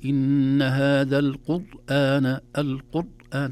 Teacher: تخرج الراء محصرمة كما يقولون، أو شديدة لا يظهر فيها زمن الراء. فيتحتاج إلى عناية، إلى وسطية، إلى بينية.